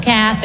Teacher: the emphasis is on the first syllable